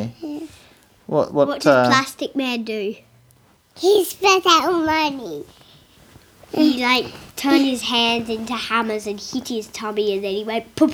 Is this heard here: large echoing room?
no